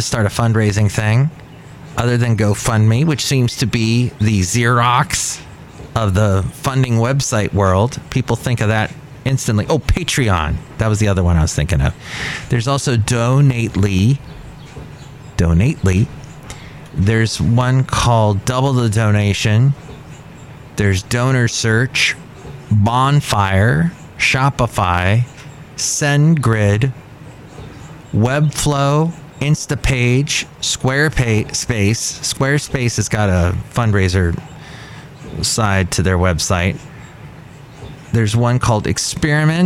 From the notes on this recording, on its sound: podcasts live from Café Anyway